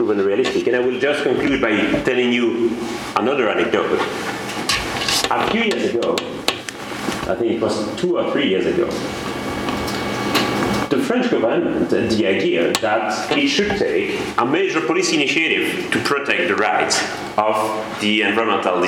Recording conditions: large echoing room